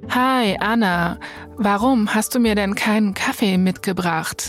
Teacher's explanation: alle reden in einer sehr monotonen Tonlage · Term: Vocal Fry